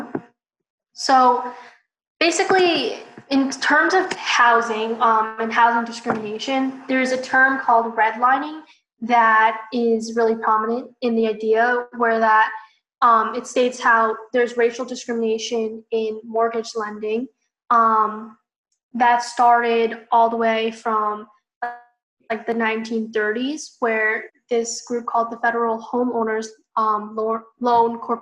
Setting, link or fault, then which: link, video call